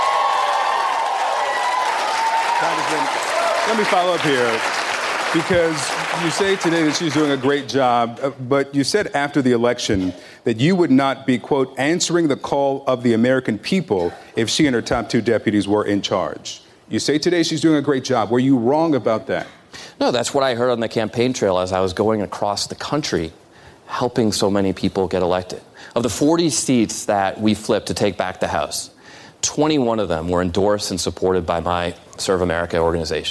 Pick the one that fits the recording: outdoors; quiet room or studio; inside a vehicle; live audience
live audience